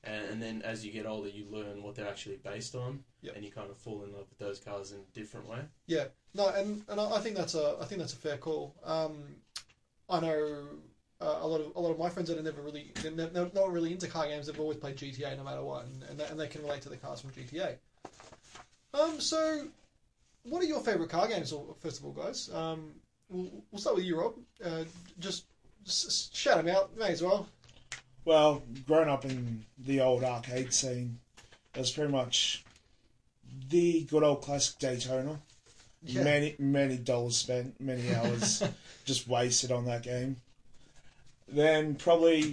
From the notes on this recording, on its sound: Sorry about the sound quality but we had tecnical dificutlies this time